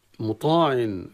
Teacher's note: مطاع مد طبيعي في مطاع مع تفخيم الألف، الألف تابع لما قبلها تفخيما وترقيقا.